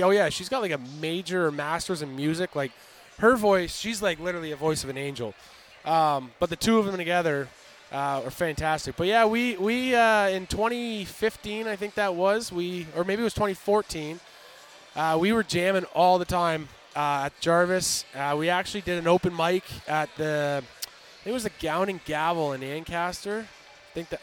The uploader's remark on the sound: We continue your coverage of the Grey Cup Festival in Hamilton with several events kicking off across the city. At Fan Central in Hamilton.